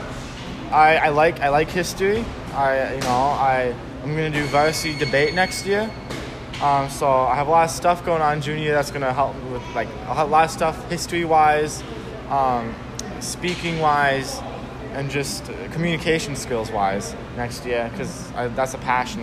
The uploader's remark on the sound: At the Rice Street Old School Boxing Gym. The Minnesota Fight Night podcast.